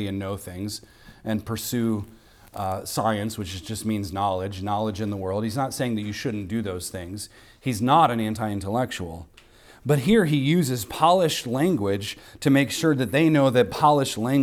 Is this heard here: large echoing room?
yes